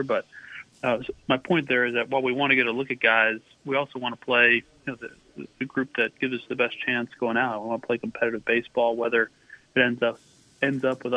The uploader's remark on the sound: called in today